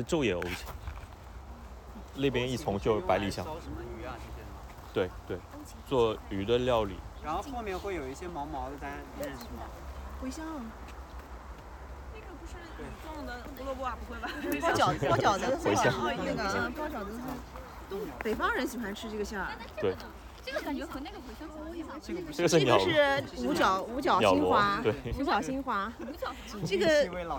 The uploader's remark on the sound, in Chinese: 本期内容是11.11线活动的收音，大家一起在花园里散步聊天。途中还偶遇了今年的第一只冬候鸟红胁蓝尾鸲。